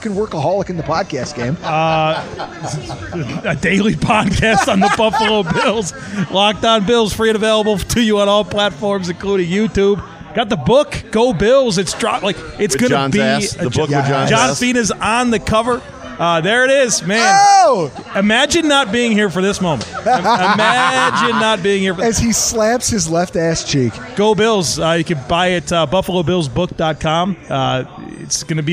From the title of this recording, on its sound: LIVE from Oneills Stadium Inn